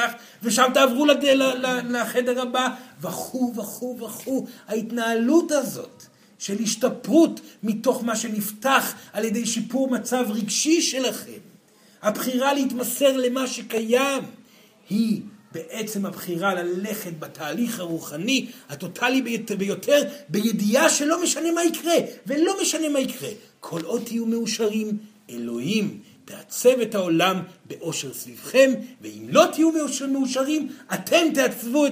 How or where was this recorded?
live audience